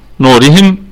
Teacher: طبعا الباء زي ما اتفقنا انها حرف جر، نورهم الكلمة كلها مرققة، والواو مد طبيعي وصلا وقفا، انها طبعا مسبوقة بالضمة اللي هي على النون، ونقول ان النون في الدرجة الخامسة من درجات الغنة، والميم ميم الجمع وفيها وجه واحد بالسكون المحض، نقف عليها بوجه واحد فقط بالسكون المحض، وغنة الميم تكون في الدرجة الرابعة ولا روم فيها ولا إشمام.